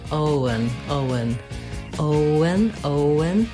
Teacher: Make sure you hold the O nice and long. And then the letters E-N say the schwa sound, and the N, un.